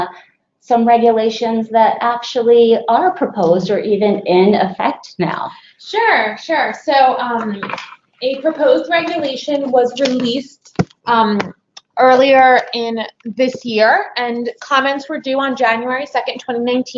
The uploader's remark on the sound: This bonus episode consists of an audio recording from a previous live broadcast of a webinar for Klasko clients.